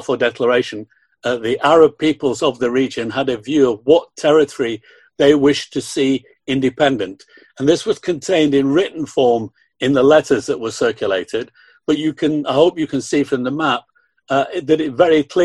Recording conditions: video call